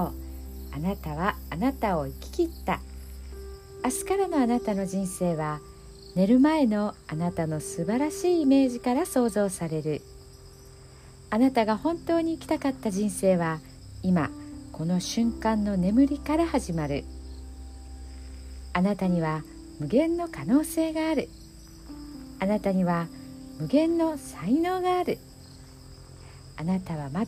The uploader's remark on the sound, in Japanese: ベランダで録音しています。蝉の鳴き声と秋の虫の鳴き声が交差して。